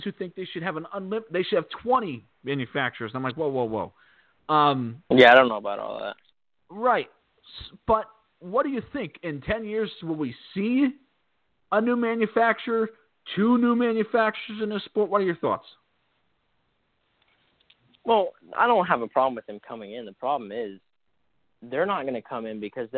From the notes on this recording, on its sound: We’ll take your phone calls.